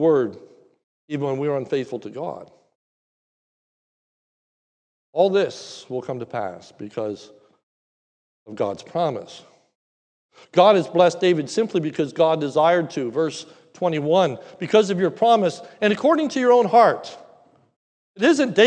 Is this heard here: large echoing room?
yes